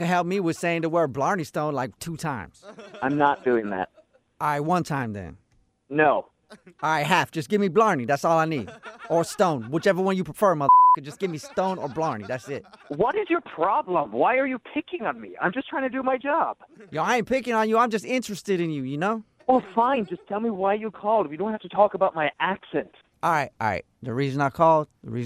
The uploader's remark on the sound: In today's phone tap.